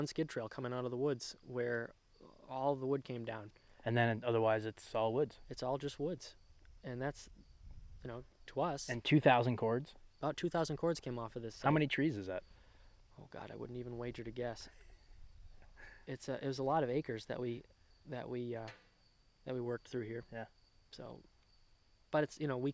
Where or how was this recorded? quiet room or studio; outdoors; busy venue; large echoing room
outdoors